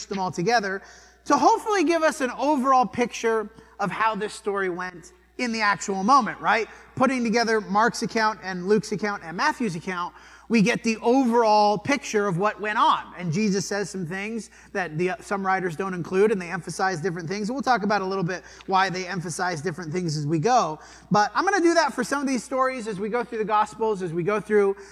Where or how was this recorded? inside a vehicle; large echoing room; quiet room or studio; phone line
large echoing room